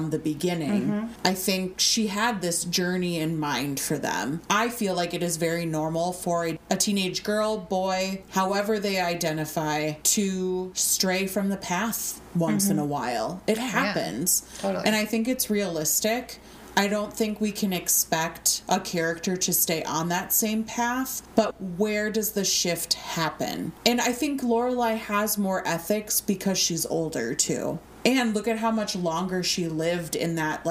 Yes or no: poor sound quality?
no